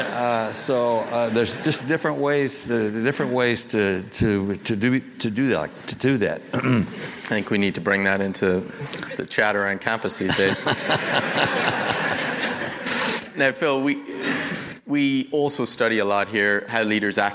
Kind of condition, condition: setting, live audience